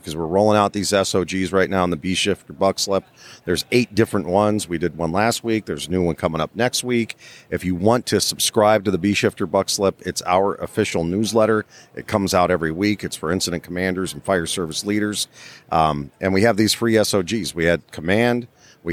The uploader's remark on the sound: Live From Fire Rescue International. We are recored live from the floor of FRI in Kansas City, Missouri!